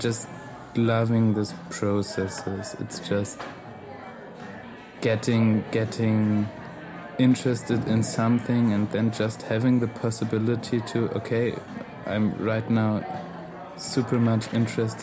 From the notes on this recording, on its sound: Recorded at Spielart Festival, 2019, Munich (DE).